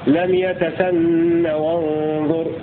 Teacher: قرأ حمزة والكسائي بحذف هاء السكت وصلا وإثباتها وقفا في لم يتثنى وانظر، لم يتثنى وانظر بحذف هاء السكت وصلا، وقرأ الباقون بإثباتها في الحالتين لم يتثنى وانظر، وإذا وقفوا لم يتثنى.